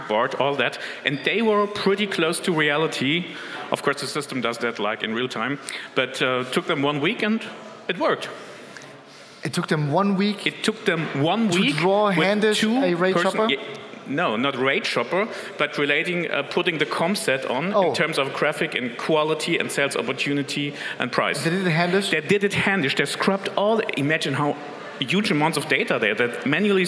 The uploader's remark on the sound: our main stage recording, powered by Duetto